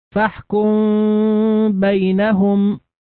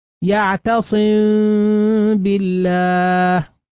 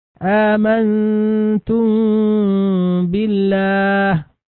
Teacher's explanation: مثال على هذا الإخفاء قوله تعالى: فاحكم بينهم. نلاحظ أن الميم عند النطق بها تبقى فرجة صغيرة بين الشفتين حتى يحصل الإخفاء، ونغن بقدر حركتين · Term: إخفاء شفويا